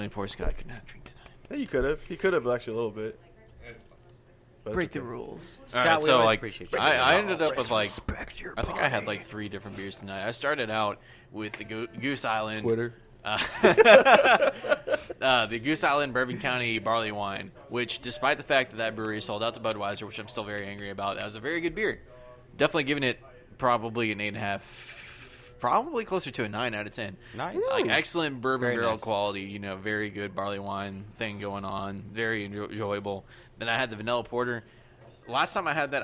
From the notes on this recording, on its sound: live from Midway Craft House in Denton TX